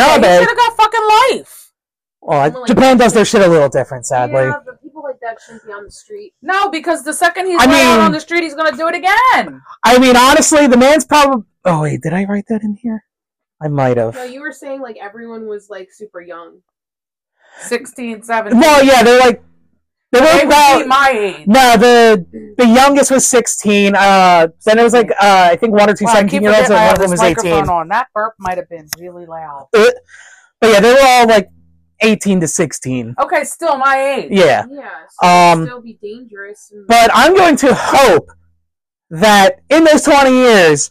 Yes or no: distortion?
yes